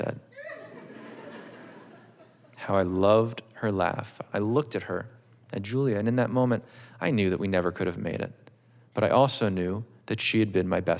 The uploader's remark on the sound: It was recorded on Oct 20, 2016 in front of a live audience at New York's 92nd Street Y.